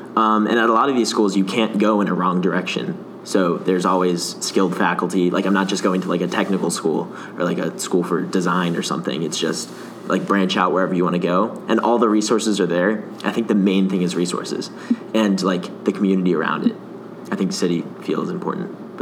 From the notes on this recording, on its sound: we take our mics to MiniTHON